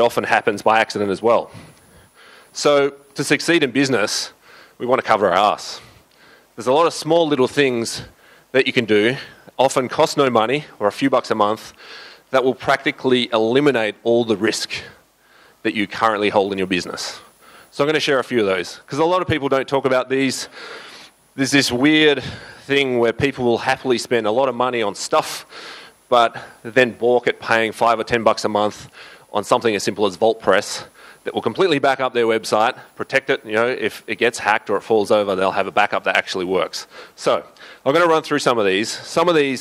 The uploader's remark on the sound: The guys at the summit recorded full audio and video of all presentations. The guys at the summit recorded full audio and video of all presentations so I figured this would make a great podcast episode.